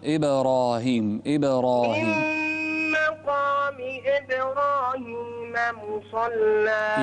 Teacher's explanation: يعني وضح الكسرة وقلقل الباء